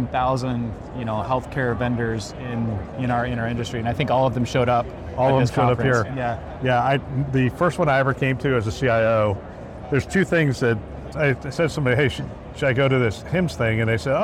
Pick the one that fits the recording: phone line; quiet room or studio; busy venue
busy venue